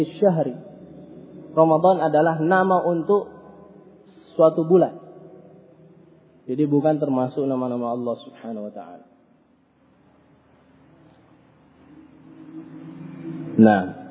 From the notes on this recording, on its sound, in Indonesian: Rec Audio Rekaman. Kajian Tematik Masjid Nurul Ma'rifah Bungoro Pangkep. Ba'da Maghrib.